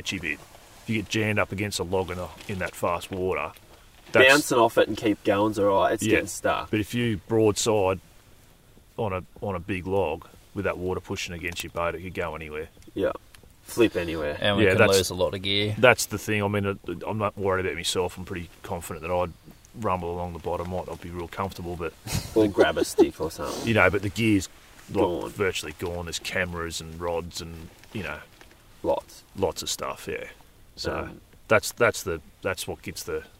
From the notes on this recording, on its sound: Chat Around the Campfire: Our Camping Drift Down the Murrumbidgee River. This adventure was too special not to record a podcast on location. On night two of our three-day drift, we sat down to record an episode for the podcast.